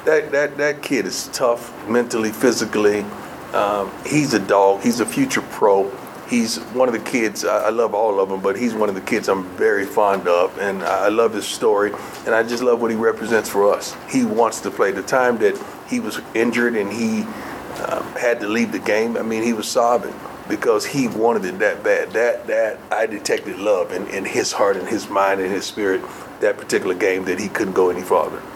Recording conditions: busy venue